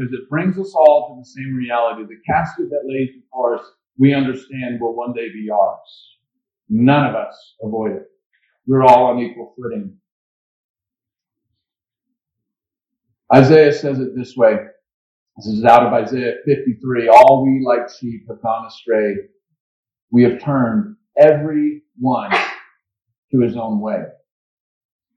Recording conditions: poor microphone